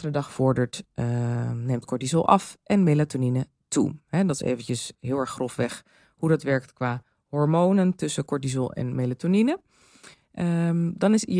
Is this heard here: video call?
no